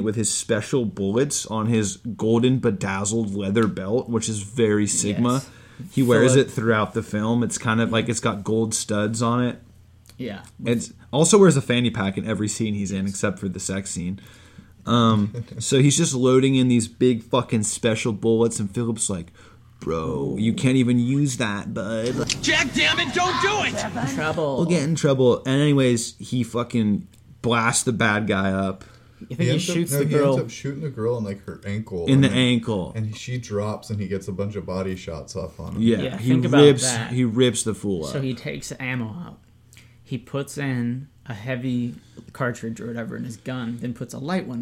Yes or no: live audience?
no